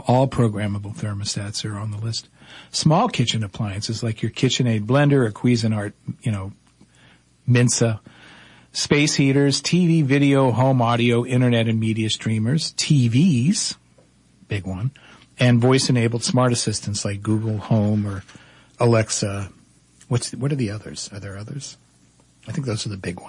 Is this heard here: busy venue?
no